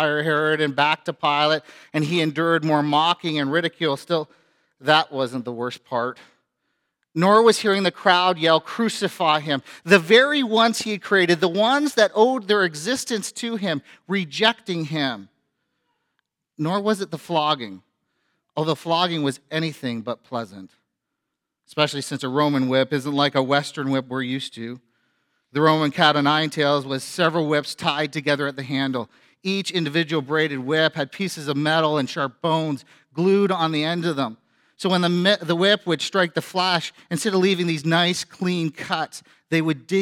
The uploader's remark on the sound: A sermon preached on Good Friday at FBC Church in Cobourg,